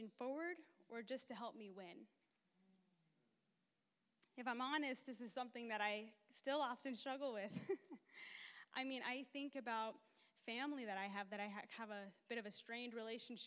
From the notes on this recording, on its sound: takes the stage at Wednesday Night Live